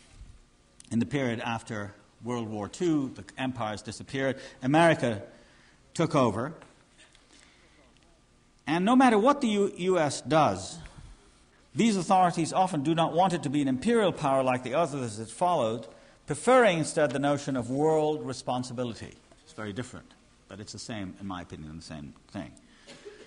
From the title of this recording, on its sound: conference at York University, Toronto (1993)